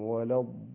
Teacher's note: وكذلك غير المغضوب عليهم ولا الضالين، الضاد مفخمة وهي أيضا في أقوى حالات التفخيم، الضاد مفتوحة وممدودة، فهذه أقوى حالات التفخيم في حروف التفخيم.